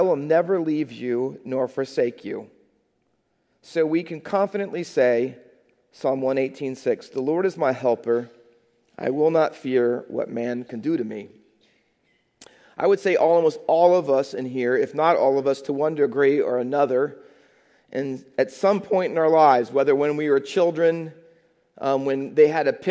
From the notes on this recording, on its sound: Faith Baptist Church in Hamilton, NJ.